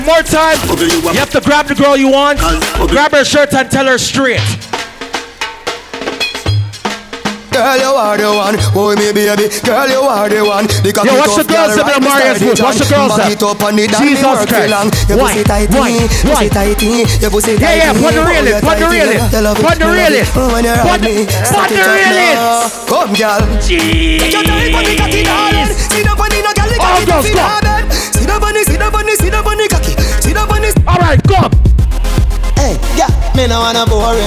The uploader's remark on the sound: Live Audio. At "LIVE SOME LIFE".